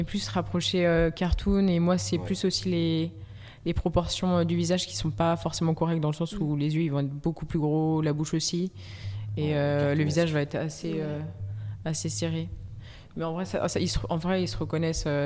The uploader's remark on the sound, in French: au micro de Radio2B pendant le festival RUR!